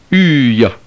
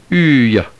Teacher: The diphthong upsilon iota was another relatively infrequent combination in ancient Greek, and also has no close counterpart in the familiar modern languages. It is pronounced uy, a glide from the sound of upsilon, u, to that of the English Y sound